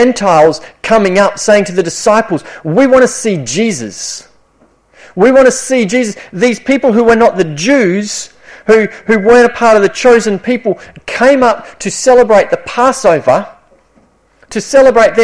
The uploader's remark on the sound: This sermon was preached at Esperance Church of Christ (April 2019)